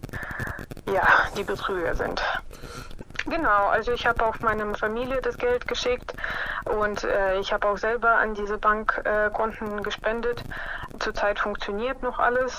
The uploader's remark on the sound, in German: Störgeräusche im Hintergrund sind rein technischer Natur und ich bitte sie zu entschuldigen. Es ist ein Telefoninterview über ein Smartphone.